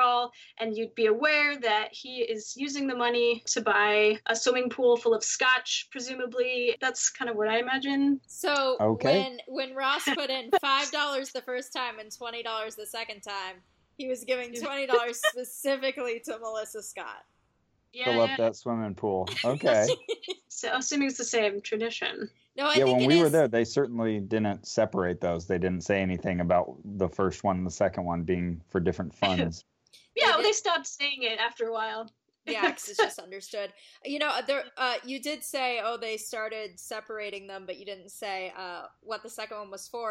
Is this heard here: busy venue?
no